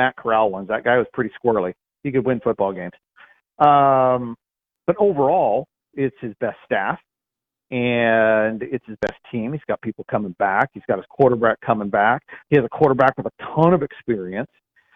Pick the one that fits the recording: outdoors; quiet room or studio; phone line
phone line